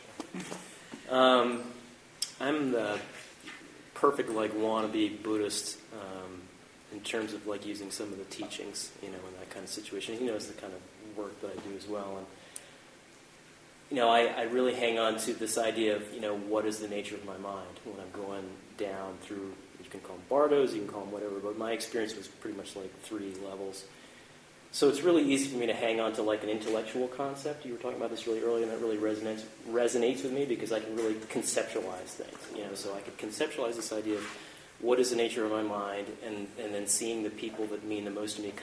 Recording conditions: poor sound quality